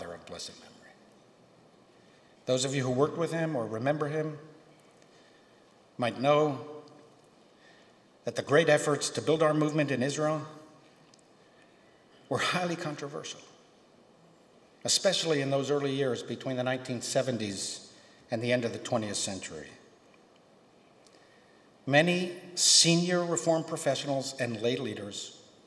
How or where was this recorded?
live audience